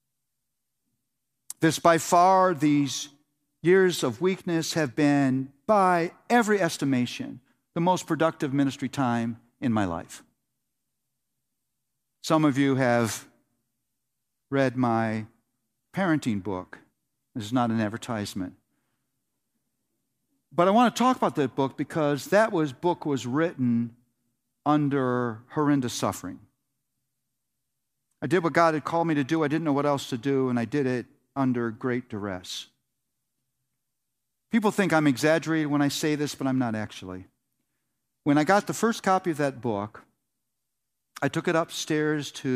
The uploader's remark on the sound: The Gospel Coalition’s 2019 National Conference in Indianapolis, Indiana